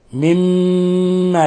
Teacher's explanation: كلوا مما، أيضا هنا حرف قلنا مشدد، يغن مقدار حركتين لأن أصل مما، فأضغمت الميم في الميم مما، وهكذا هي في الرسم، في رسم المصحف مما، ولاحظوا إطباق الشفتين مما، لابد أن تضغط على شفتيك ضغطا شديدا مع إظهار غنة من الخشوم · Term: إضغام الميم في الميم